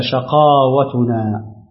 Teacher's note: قرأ حمزة والكسائي لفظ شقوتنا بفتح الشين وإثبات ألف بعدها بعد القاف هكذا شقاوتنا.